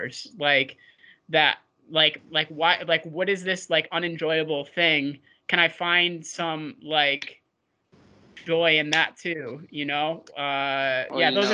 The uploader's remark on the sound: Skype calls on this channel.